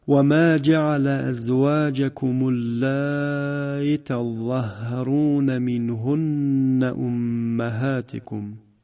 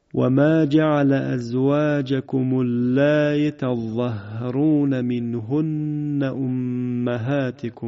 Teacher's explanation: مد متصل کشیده شد، همزه هم با تسهیل خونده شد · Shown in: first take